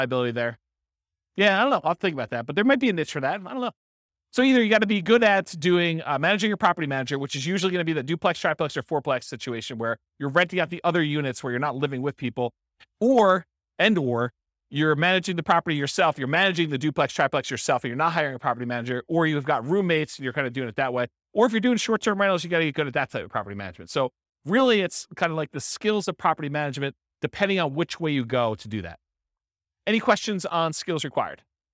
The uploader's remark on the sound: This was a live class recorded